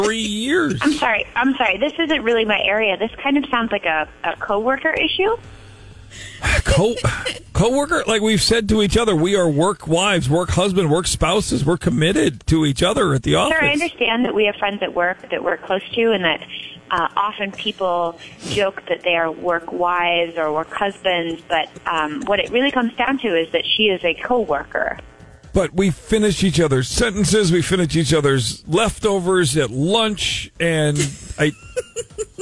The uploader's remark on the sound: Friday Phone Jacks Prank Call.